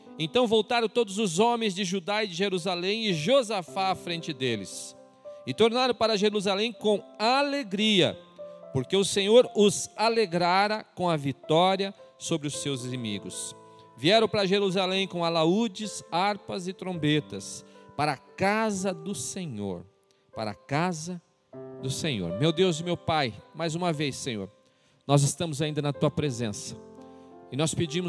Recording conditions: large echoing room